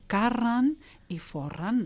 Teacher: inserint aquest so de vocal neutre entre les dos sons consonàntics, entre les dues consonants, fan que la pronúncia sigui més fàcil.